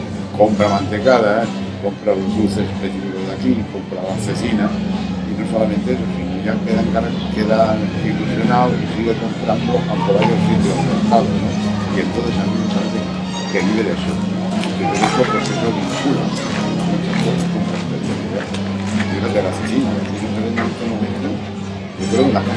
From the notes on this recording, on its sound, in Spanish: Mirada con libro en un jardín con mucho ruido.